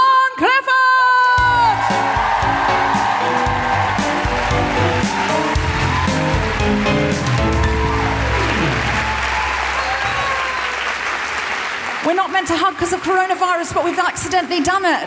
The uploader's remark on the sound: Recorded 7 March 2020 at The Royal Festival Hall in London.